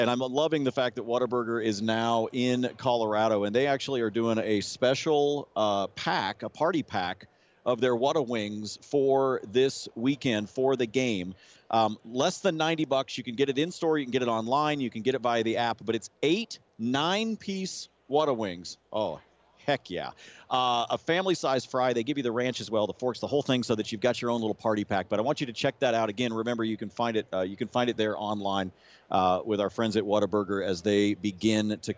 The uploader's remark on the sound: live from Radio Row